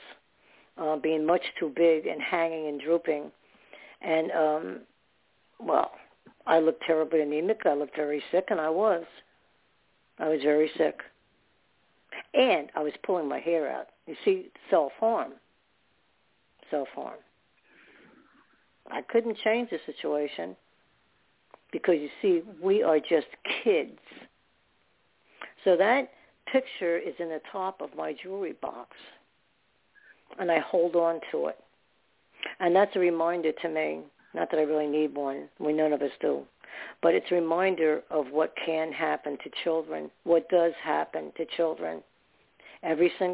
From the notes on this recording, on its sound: Those who call in will form a panel